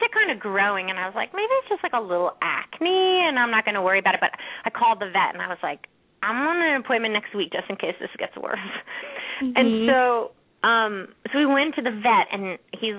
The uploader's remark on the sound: open up the lines for listeners to call